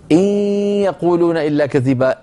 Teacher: إن يخرج صوتان معا ياء من الفم وغنة من الخيشوم